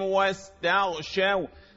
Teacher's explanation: الصوت الهمس اللي في السين، صوت الصفير اللي خارج في السين · Term: السين المهموسة